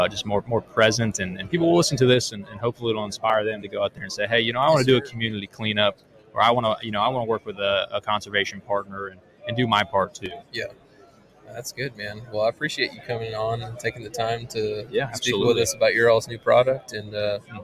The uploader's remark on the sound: Live From ICast- Florida Fishing Products.